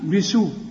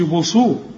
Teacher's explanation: ما تقولش بصو علشان ما تخلطهاش بين السين والصاد